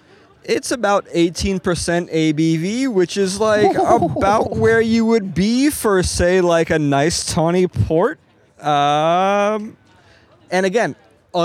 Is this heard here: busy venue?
yes